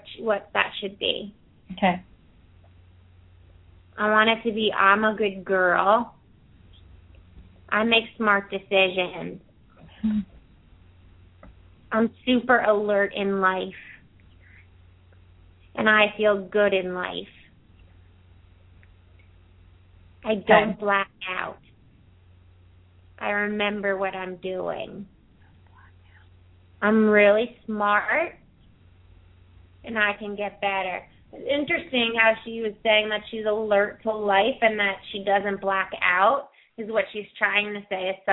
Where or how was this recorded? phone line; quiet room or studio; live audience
phone line